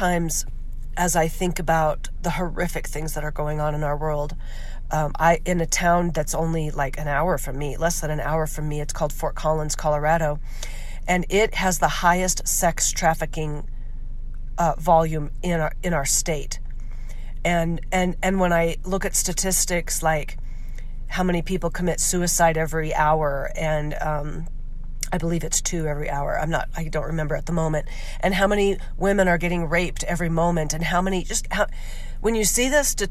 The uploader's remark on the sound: Your First Car-ride Episode, and Yes, I’m Still Sick. I couldn’t wait till I got home to push record on this episode, so I recorded it on my way home. I promise my voice won’t always sound this way!